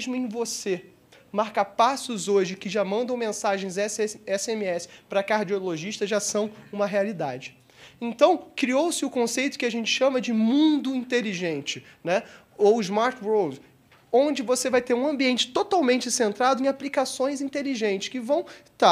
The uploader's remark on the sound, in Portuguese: Realizado no V SEMINÁRIO ABQ QUALIDADE SÉCULO XXI – A Era da Transformação.